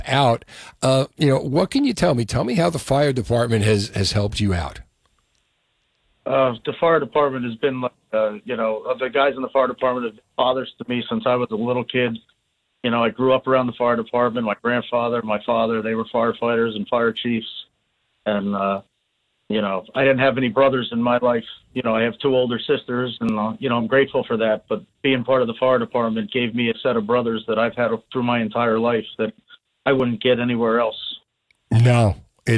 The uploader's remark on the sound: Called into the show on Tuesday night, September 21. New Jersey 101.5.